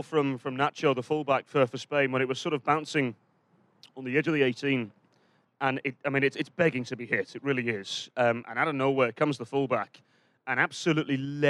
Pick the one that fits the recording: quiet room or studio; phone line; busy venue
busy venue